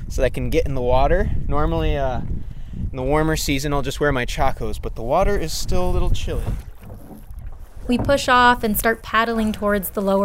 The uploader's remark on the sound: An audio postcard from a canoe camping excursion on Lower Saranac Lake